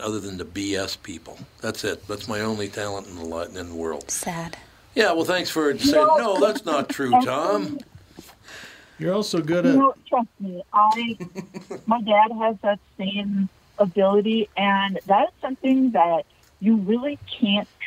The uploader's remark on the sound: Lots of regulars call in to exchange Christmas greetings.